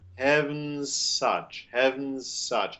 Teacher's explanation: almost the Z disappears. The unvoiced S of such is more important.